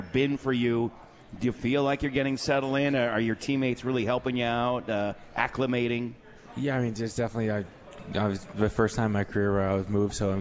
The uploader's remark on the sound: At The 72 Tavern & Grill and joined on the phone.